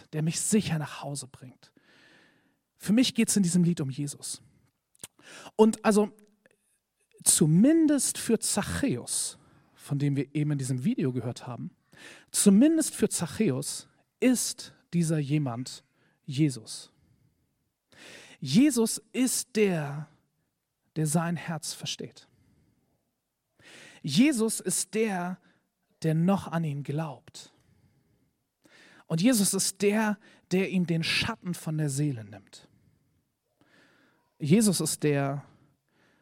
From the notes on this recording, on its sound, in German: Predigt im Rahmen des GreifBar+ Gottesdienstes